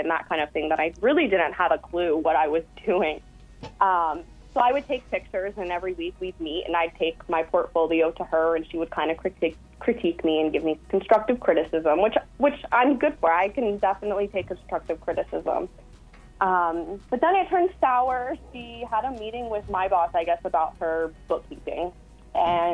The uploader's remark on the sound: joined on the phone